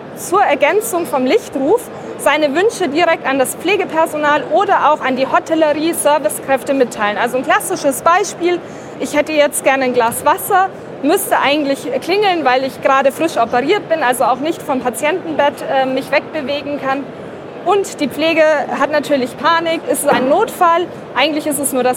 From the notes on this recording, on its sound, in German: Die DMEA zählt mit rund 700 Ausstellern aus 30 Ländern sowie über 16.000 BesucherInnen zu den wichtigsten Events für Digital Health-Startups in Europa. Der ideale Ort also, um eine Live-Folge aufzuzeichnen.